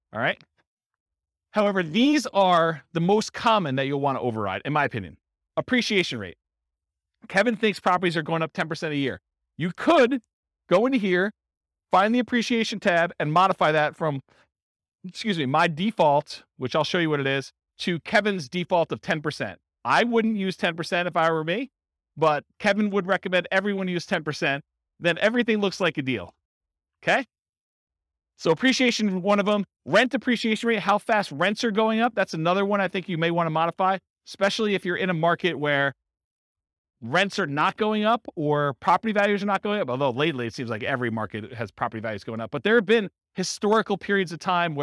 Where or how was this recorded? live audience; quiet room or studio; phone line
live audience